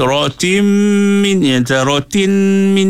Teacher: min ini bagi dua nun mati bertemu dengan mim idrom ini tim ni nun ni dah jadi mim dah masuk dalam mim jadi rotim min ya rotin min tak mau begitu dia masuk